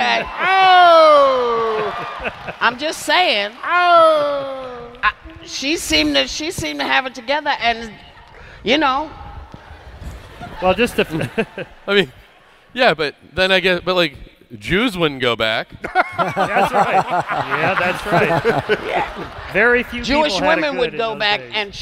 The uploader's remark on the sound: Recorded live at Kings Theatre in Brooklyn, NY.